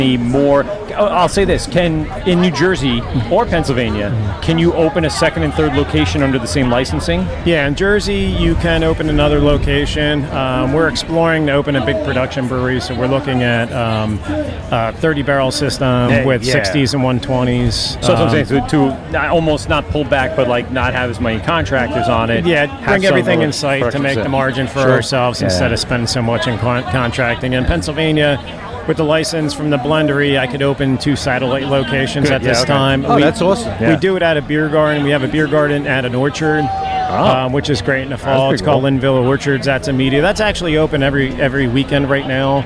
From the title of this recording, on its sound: LIVE ACBEERFEST pt.1